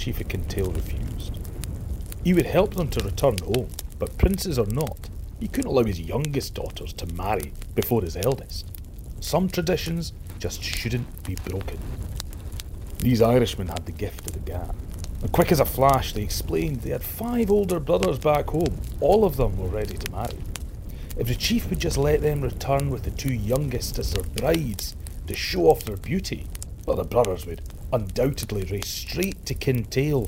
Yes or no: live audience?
no